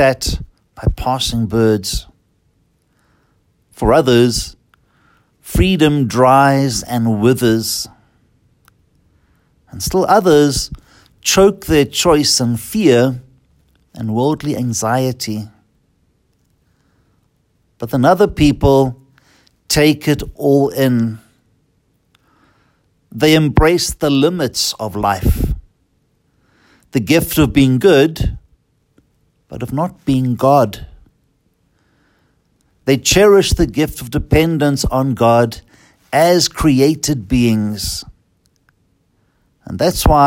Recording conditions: large echoing room